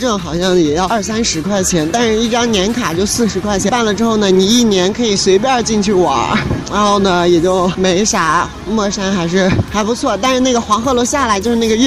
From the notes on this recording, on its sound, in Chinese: 录制在城市的车水马龙让你近距离感受武汉的气息。